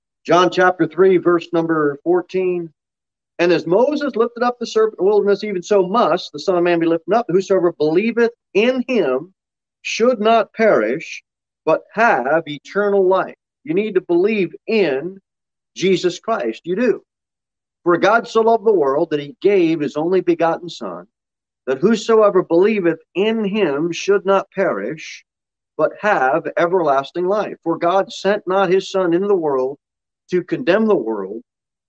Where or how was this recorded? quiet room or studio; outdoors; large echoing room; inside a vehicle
large echoing room